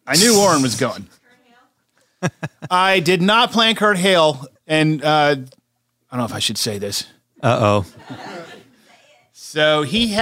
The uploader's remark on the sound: Live from Murder by the Book. Recently stopped by Houston to talk about his new novel. We taped the conversation before a live audience at Murder by the Book, and we even got some audience participation.